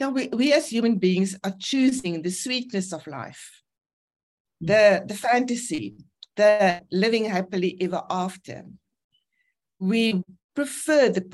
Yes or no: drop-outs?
yes